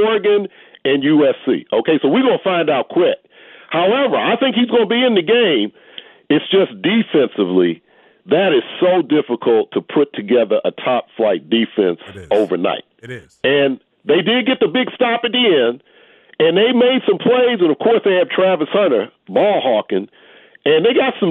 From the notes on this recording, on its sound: The phones light up.